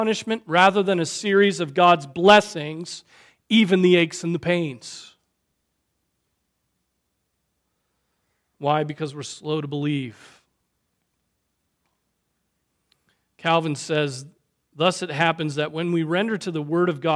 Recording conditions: large echoing room